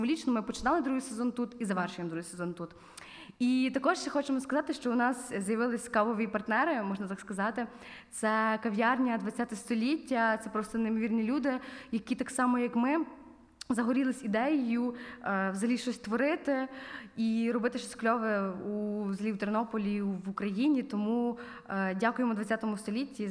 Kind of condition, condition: setting, live audience